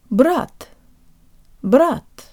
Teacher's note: Brat. Be sure the tip of your tongue is making contact with the back of your bottom teeth for the te · Term: hard te